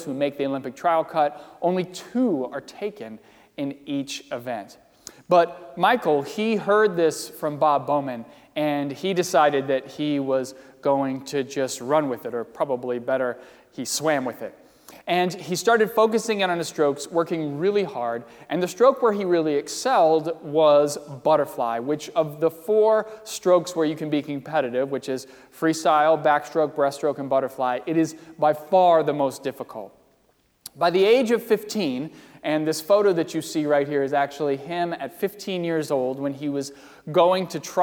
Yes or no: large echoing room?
yes